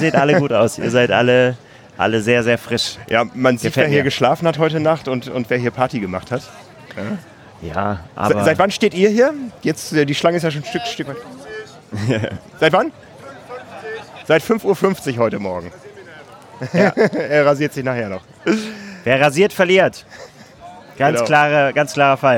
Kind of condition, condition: setting, busy venue